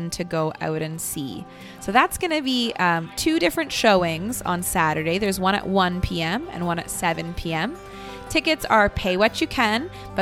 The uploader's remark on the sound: recorded live this week at Jane Bond in Uptown Waterloo